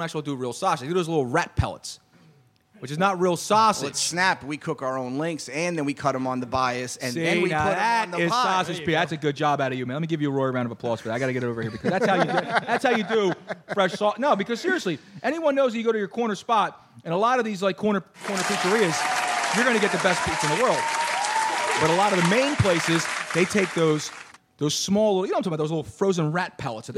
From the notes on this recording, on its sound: It's a pizza party here tonight at Moonshine! In a cross promotion with Snap Custom Pizza, free pizza was provided for everyone here live.